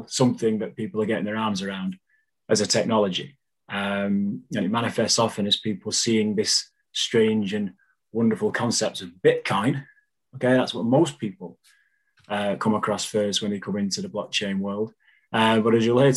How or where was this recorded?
video call